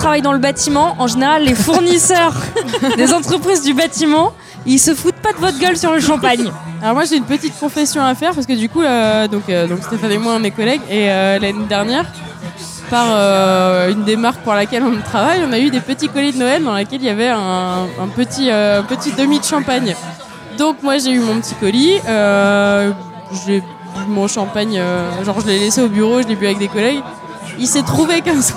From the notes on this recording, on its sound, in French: enregistré au BarOurcq (Paris 19e)